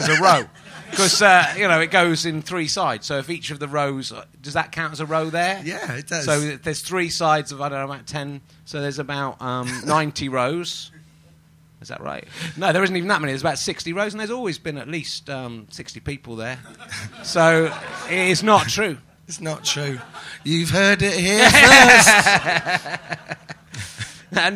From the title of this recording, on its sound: Edinburgh Fringe Podcast 2012